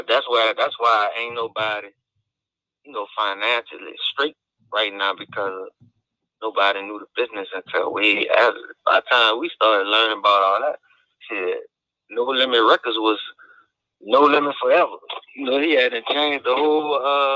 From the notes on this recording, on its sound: Calls into the show.